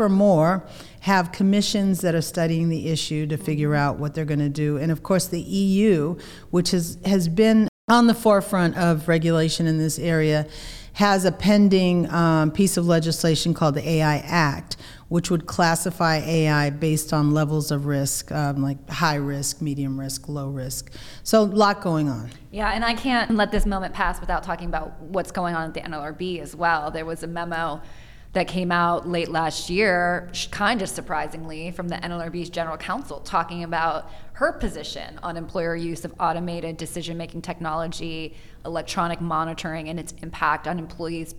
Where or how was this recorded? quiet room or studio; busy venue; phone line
busy venue